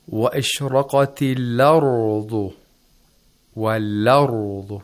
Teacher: We didn't have Nabra of the Hamza. When this happens, we automatically know that this is Warsh.